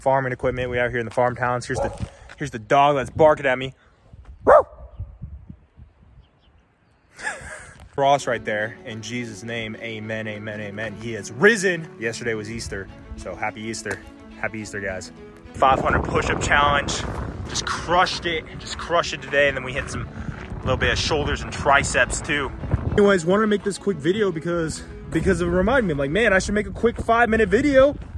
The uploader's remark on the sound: Walk And Talk Vlog